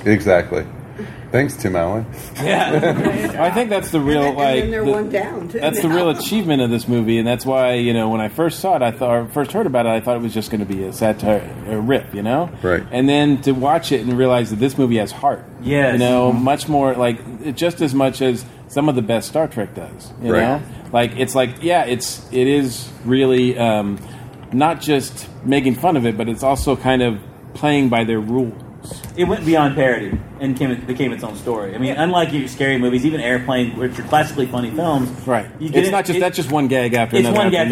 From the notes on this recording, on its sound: Recorded live at Dragon Con 2019!